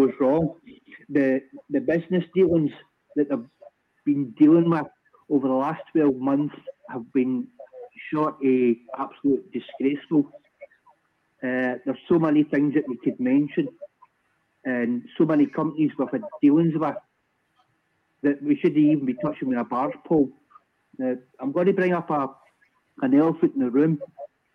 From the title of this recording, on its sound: Rabble Phone